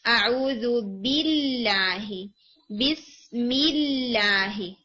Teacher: تو اعوذ باللہ کسرہ ہے، بسم اللہ میم کے پاس کسرہ ہے تو لام لائٹ ہوگا